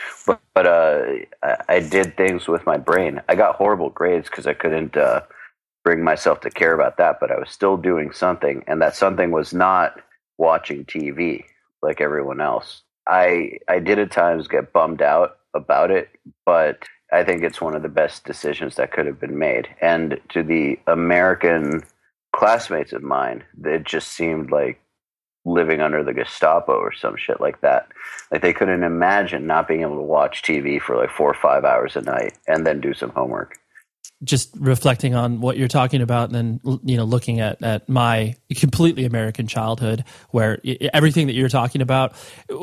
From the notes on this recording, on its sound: One afternoon I hopped on the phone with an old friend